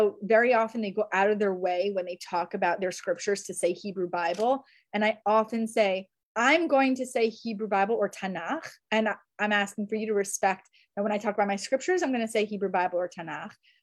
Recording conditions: video call